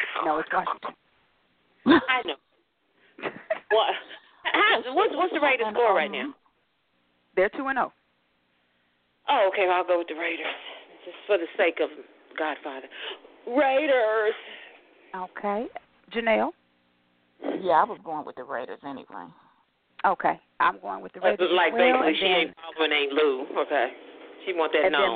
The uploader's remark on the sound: your phone calls, comments, questions